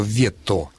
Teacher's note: Дело в том, что «вето», да, там твердый «т», и этот твердый «т», в общем, немаловажен.